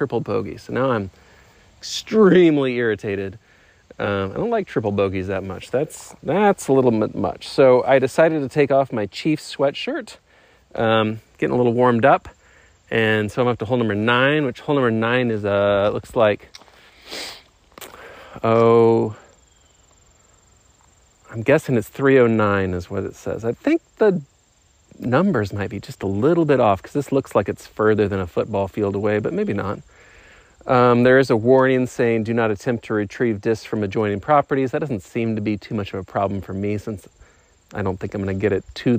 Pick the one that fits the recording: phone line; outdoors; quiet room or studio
outdoors